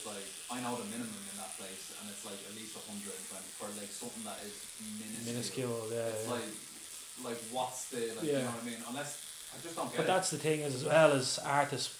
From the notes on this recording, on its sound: We apologize for the sound as this was the first time we ventured out of the studio with the mic.